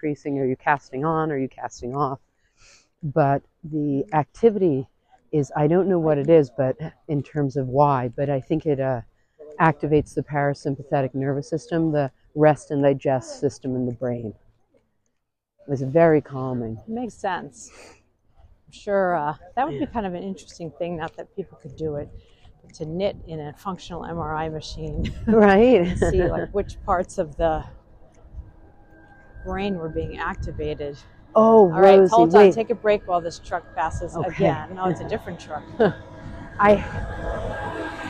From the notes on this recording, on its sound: A VERY WINDY Walkway Over the Hudson, Poughkeepsie to Highland, New York. The Walkway Over the Hudson, which opened in 2009, is a former railroad bridge that was transformed into a highly used walkway for walkers and cyclists. It was extremely windy, and we apologize in advance for the disruption it causes in the middle of the podcast, despite our new wind – shielding microphones!